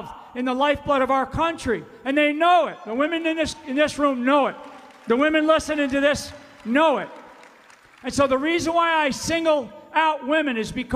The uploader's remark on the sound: FULL SPEECH from Tulsa, Oklahoma. There was a standing ovation.